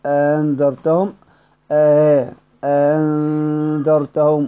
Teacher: قراءة أنذرتهم هكذا: أنذرتهم أنذرتهم، ويقرؤون بالإدخال، هؤلاء يقرؤون بالإدخال، يعني ندخل ألف بين الهمزة الأولى والثانية، أنذرتهم هكذا بإدخال ألف بين الهمزة الأولى والثانية في بعد